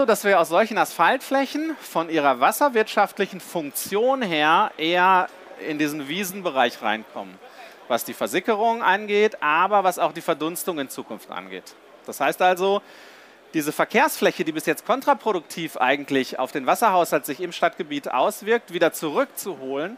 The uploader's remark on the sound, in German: live von der GaLaBau Messe 2022.